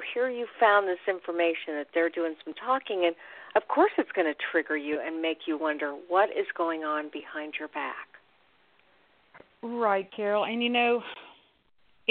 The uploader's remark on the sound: call in questions